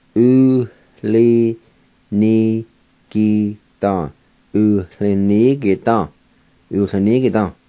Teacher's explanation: There's another H sound in between the U and the L.